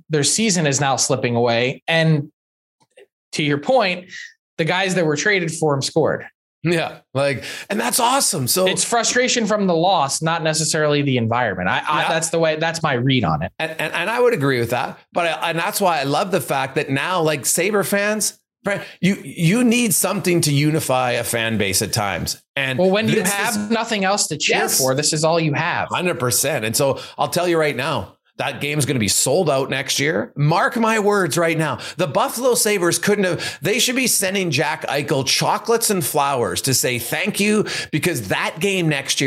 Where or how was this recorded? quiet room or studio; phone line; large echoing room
quiet room or studio